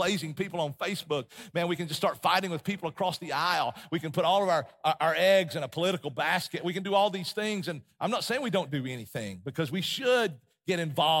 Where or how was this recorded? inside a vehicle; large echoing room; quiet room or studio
large echoing room